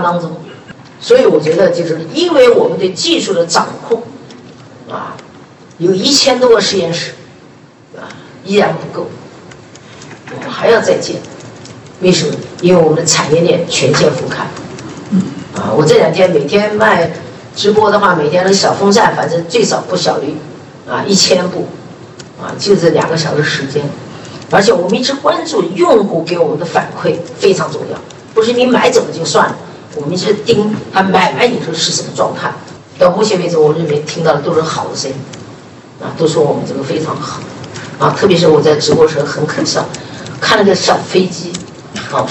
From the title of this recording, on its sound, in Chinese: 格力电器2021股东大会实况录音